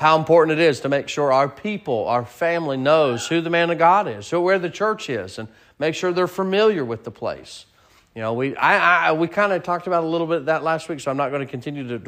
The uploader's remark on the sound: Sermon preached at Mid County Baptist Church